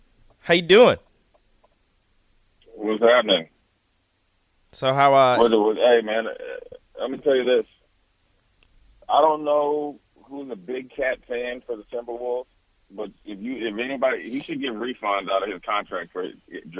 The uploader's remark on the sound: joins us over the phone